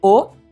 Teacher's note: in francese la parte finale è molto più chiusa, infatti la O è chiusa